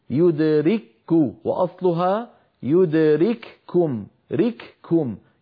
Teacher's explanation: كافين الأولى مهموسة مفصولة عن الثانية، فهذا ثقيل